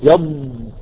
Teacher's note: اللسان يستطيل يمتد حتى يتصل بمخرج اللام · Term: مستطيلة